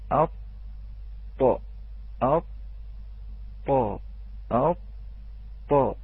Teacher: الجزئية التي تلتصق الآن بالأصول الثنايا العليا، هي الجزئية التي هي فويق رأس اللسان وما سميناه بظهر طرف اللسان